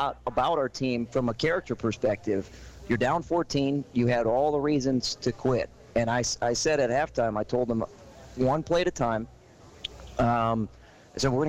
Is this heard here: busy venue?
yes